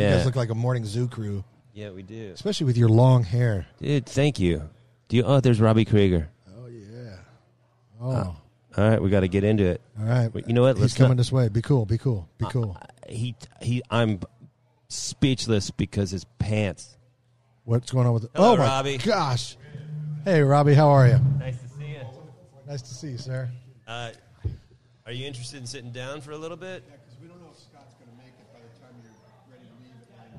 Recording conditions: busy venue